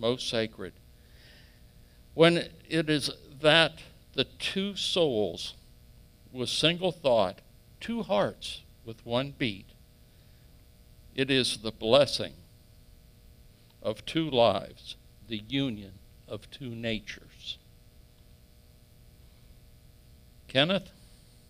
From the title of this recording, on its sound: Calvary Assembly of God live Stream